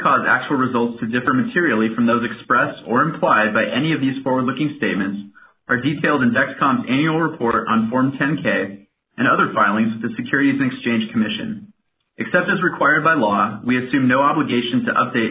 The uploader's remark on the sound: Q3 2020 Earnings Conference Call